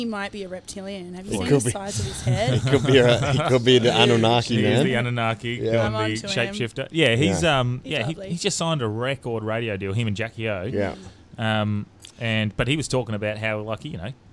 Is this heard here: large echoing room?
no